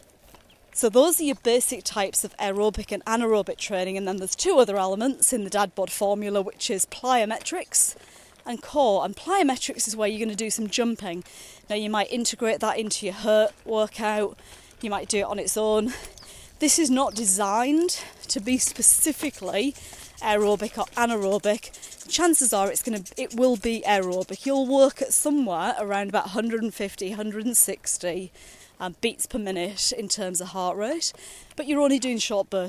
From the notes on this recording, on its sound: A series of short podcasts recorded during daily walks.